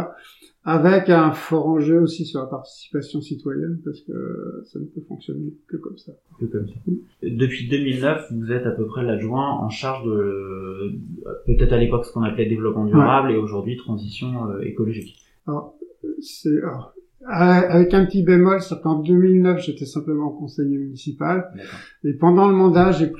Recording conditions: poor sound quality